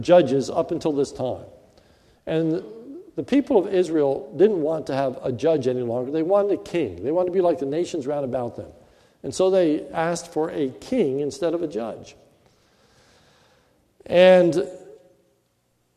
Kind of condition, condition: setting, live audience